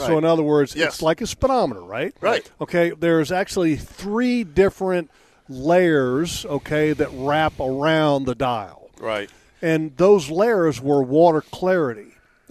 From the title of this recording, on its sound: LIVE from the Jacksonville Boat Show!